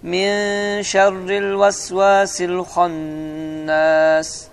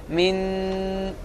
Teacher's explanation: sukunlu nun və ya tənvinlərin səsini, nın səsini gizlətməkdir burunda · Shown in: first take · Və ixfanın da məxrəci biz deyir ki, dilin ucunu damağın yaxınlığında toxundurmaqla, vurmamaq şərti ilə çıxandır.